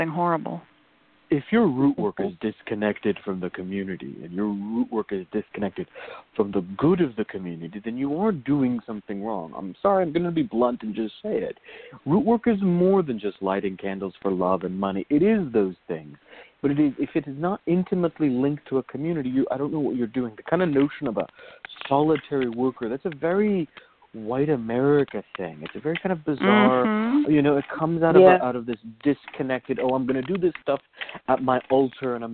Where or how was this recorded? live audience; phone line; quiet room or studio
phone line